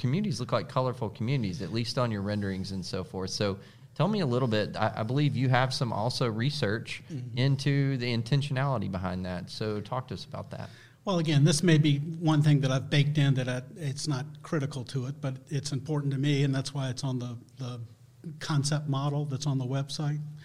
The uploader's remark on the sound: Recorded at Senior Living 100 Conference. Recorded at Senior Living 100 Conference.